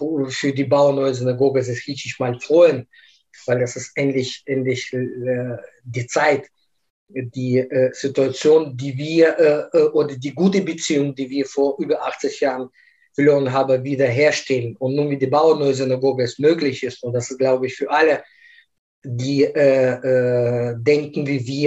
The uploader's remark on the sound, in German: Aufgrund der nach wie vor anhaltenden Corona-Pandemie haben wir das Gespräch als Videokonferenz aufgenommen.